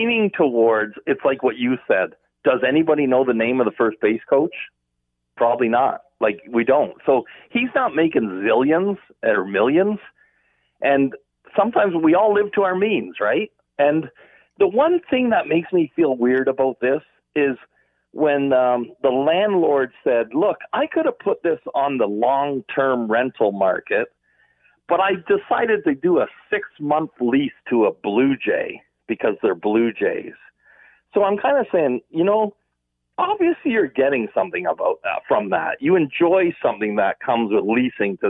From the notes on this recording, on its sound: opens the phone lines to get your thoughts and opinions.